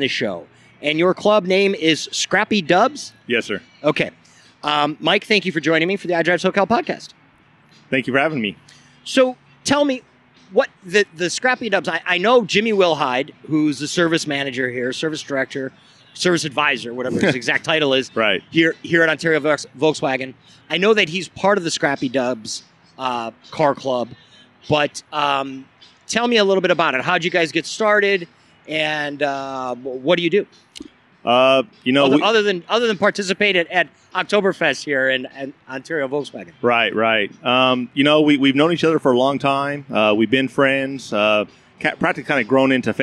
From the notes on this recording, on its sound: As you can probably hear, I’m not inside in a studio. We’re actually at Ontario Volkswagen in the Los Angeles suburb of Ontario, California, and we’re outside at the Oktoberfest, the 2nd annual Ontario Volkswagen Oktoberfest. We’re podcasting outside.